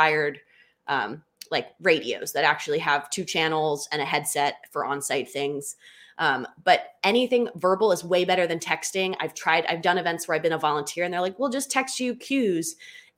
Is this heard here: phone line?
no